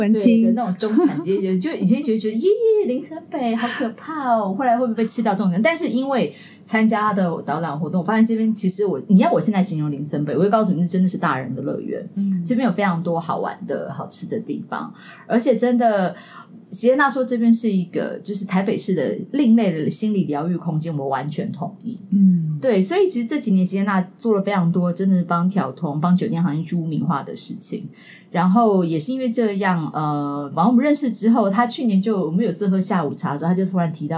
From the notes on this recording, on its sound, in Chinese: 本集聲音會有些雜音